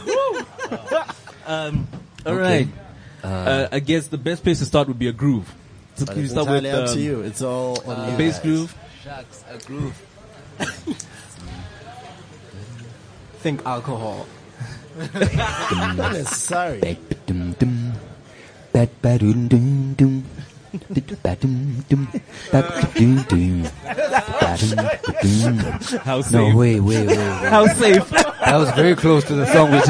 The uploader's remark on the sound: Live from the Lifestyle Home Garden.